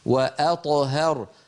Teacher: هناك تناوب بين الحروف بين التفخيم والترقيق. أ مرققة، ط مفخمة، ه مرققة، هر الراء مفخمة